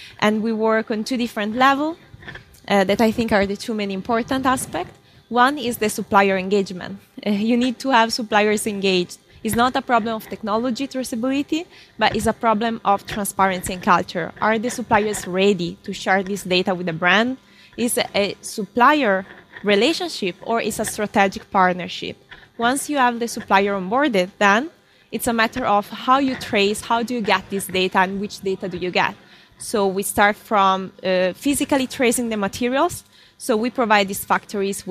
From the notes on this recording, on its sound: 202030 – The Berlin Fashion Summit’s panel on Transparency in Value Chains.